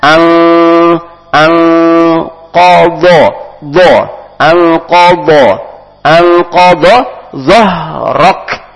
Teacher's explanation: nun mati ketemu qaf, maka hukumnya ikhfa, dibaca samar samar-samar